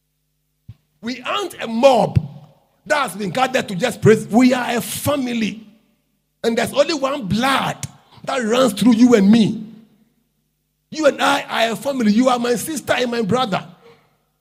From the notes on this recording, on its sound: Preached At LCC Goshen